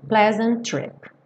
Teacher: E pleasant trip, você não pronuncia dois T's, apenas um.